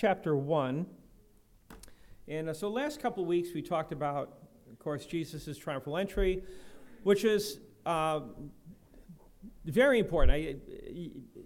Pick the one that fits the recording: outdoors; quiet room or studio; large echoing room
large echoing room